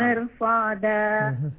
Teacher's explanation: إحدى كلمات خمسة تفخم فيها الراء لأن بعدها حرف الصاد استعلاء · Term: تفخيم الراء